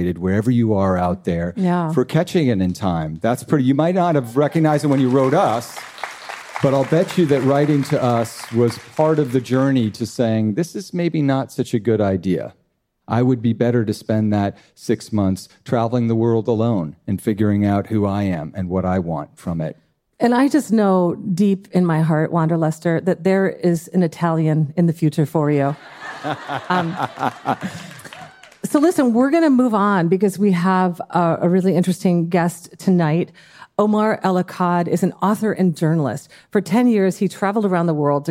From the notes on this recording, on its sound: Dear Sugars returns to Portland, Oregon, for another raucous and uplifting live show.